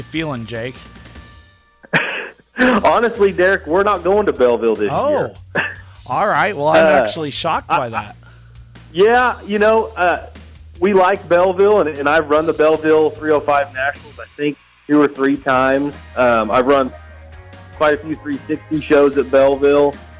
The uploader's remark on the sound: Joins us over the phone